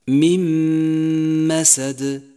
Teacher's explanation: من مسد، جاءت النون الساكنة وبعدها حرف الميم، والميم حرف من حروف الإدغام بغنة، أدغم حرف النون بحرف الميم وشدد حرف الميم واستغرق زمن الغنة حركتين وصار نطقها هكذا: من مسد.